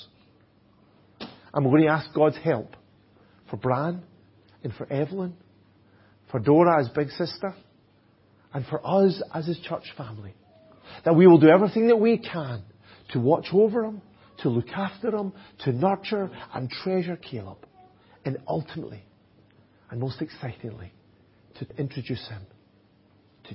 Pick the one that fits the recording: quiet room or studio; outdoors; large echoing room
large echoing room